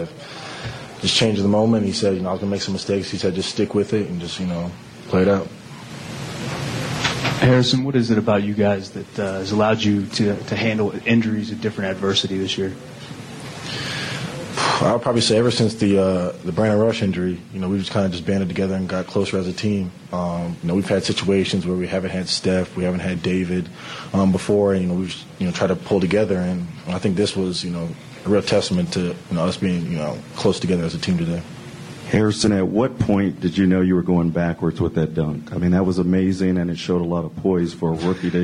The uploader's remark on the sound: Postgame (Press Conference). Hear from players and coaches following the Warriors' Game 2 win in Denver.